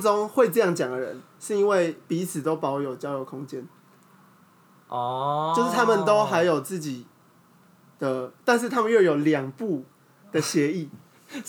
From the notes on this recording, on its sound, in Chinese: 然後第一次錄音 裝置有點技術問題有雜音。